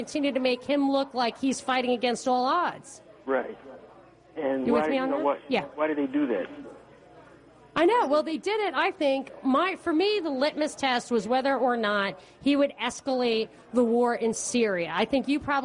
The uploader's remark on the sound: Live Event. Show originally aired live at Harp Irish Pub in Roswell, Georgia.